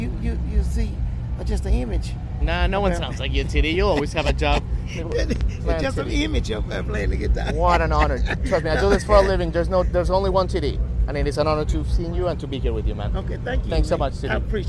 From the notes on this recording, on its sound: On location from Somerset, Kentucky, home of the 29th annual Master Musicians Festival.